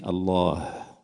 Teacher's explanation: Alors déjà, on escamote le H final qui est aspiré fortement. On dit Allah, on entend le à la fin.